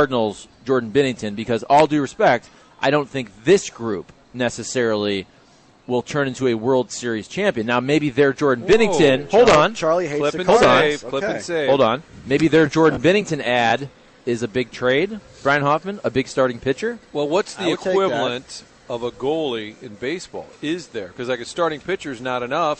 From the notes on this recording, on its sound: Broadcasting live from Schnucks off S. Grand.